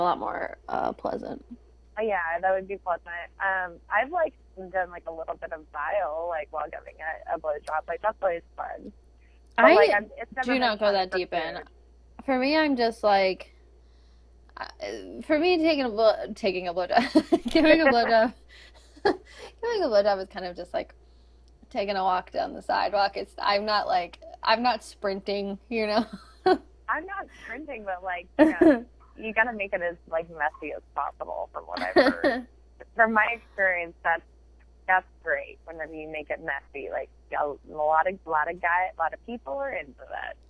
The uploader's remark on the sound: the quality of the phone call is mediocre at best!